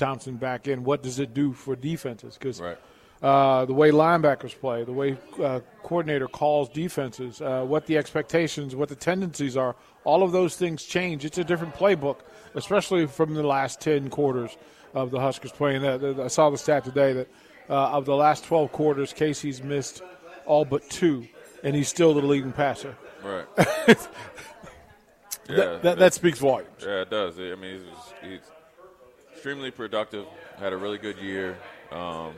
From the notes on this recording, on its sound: Live from Scarlett Hotel